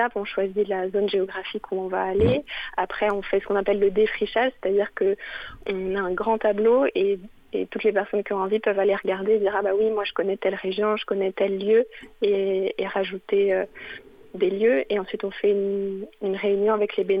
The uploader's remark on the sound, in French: En plateau (au téléphone).